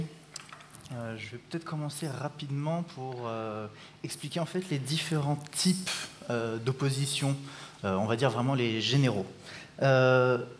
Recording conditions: live audience